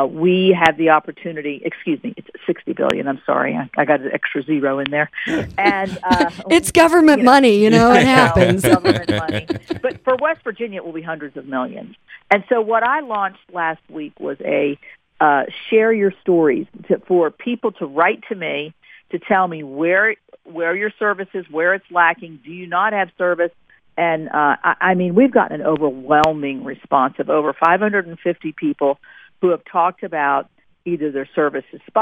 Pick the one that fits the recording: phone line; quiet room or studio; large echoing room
phone line